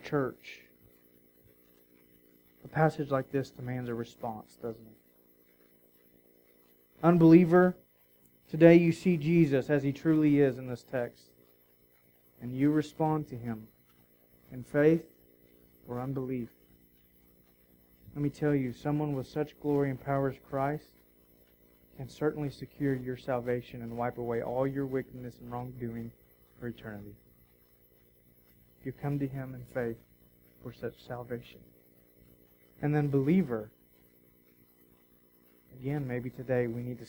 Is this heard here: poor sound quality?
yes